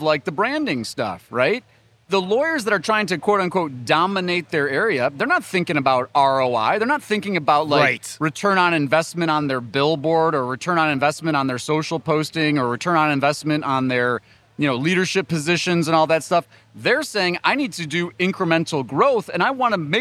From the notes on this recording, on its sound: Live from Clio Cloud Conference